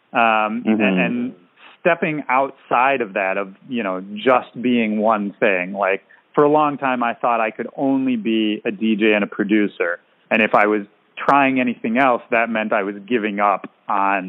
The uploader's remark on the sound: Checking in via phone from San Diego.